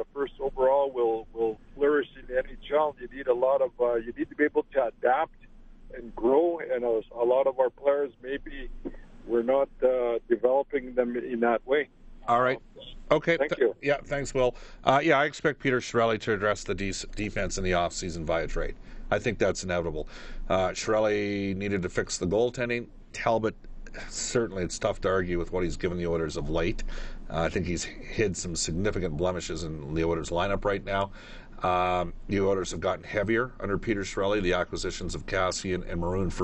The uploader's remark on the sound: Takes Your Phone Calls